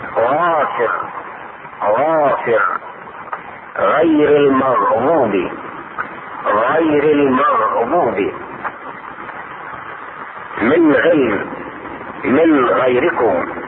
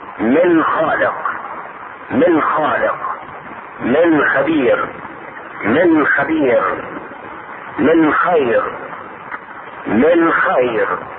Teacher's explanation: أي أدنى الحلق، يعني أقربه مما يلي الفم، وهو مخرج الغين والخاء